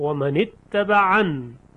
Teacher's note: یا ساقط میشه و در تلفظ خونده نمیشه